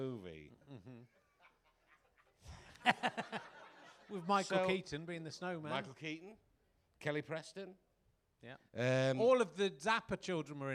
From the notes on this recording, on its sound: Leicester Square Theatre Podcast. Great Yorkshire Fringe.